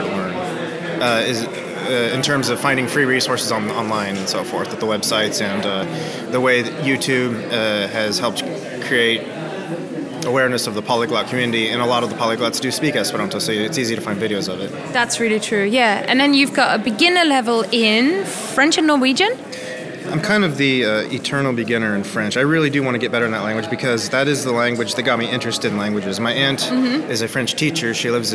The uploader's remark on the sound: Live from the Polyglot Gathering in Berlin. There are opportunities to listen in to the fabulous language introductions. I also brought my microphone to several new people. Languages heard on this show: German, Esperanto, Spanish, French, Indonesian, Greek, English.